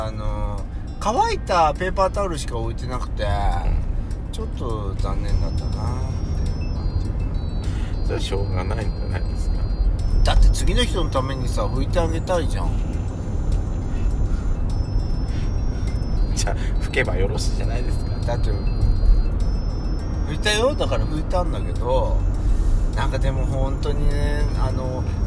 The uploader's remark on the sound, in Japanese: ドライブ収録 #ロードノイズごめんね